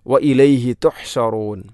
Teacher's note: തുഹ്ഷറുൻ എന്നതിലെ ഹഇന്റെ ഉച്ചാരണം, മഖ്റജ് പ്രത്യേകം ശ്രദ്ധിക്കണം, തൊണ്ടയുടെ മധ്യഭാഗം